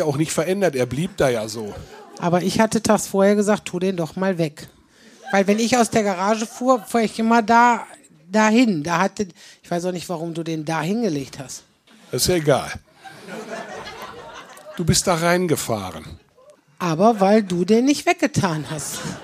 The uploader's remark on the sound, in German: Teil des Live-Podcast aus dem Talbahnhof.